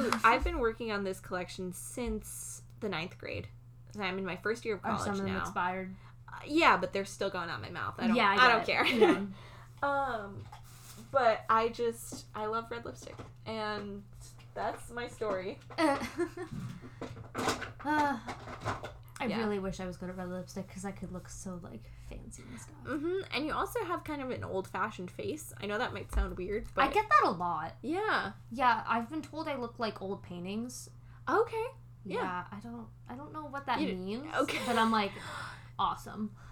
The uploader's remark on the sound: sorry about the mouth noises!